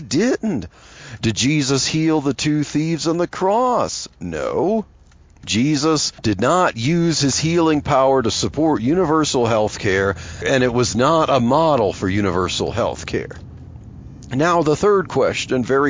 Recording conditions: inside a vehicle